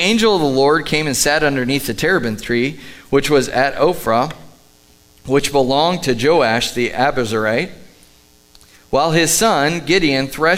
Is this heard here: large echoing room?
yes